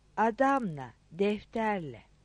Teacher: İle sözcüğü başka bir sözcüğe eklenirse o sözcüğe kalınlık incelik yönünden uyar, ilenin başındaki i, ünlüsü düşer